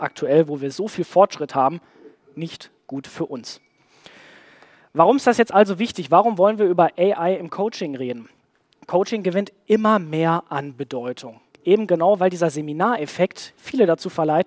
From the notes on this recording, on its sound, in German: Live-Podcast.